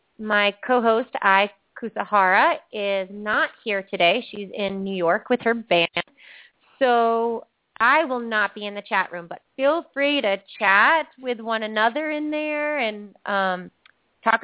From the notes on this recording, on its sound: open up the lines for listeners to call